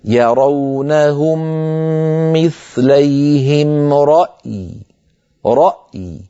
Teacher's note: مثلا عندنا كان في هذه الصفحة لو أحب إنسان أن يقف أو ضاق نفسه وقف اضطراري أو اختباري لا يتعمد رأي، لو أحب أن يقف يرونهم مثليهم رأي، سيجتمع في النطق عندئذ همزة ساكنة وياء ساكنة، فعلى القارئ أن يحسن الجمع بينهما باللطف